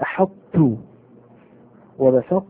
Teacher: أما في أحط ظهرت صفة الاستعلاء في الطاء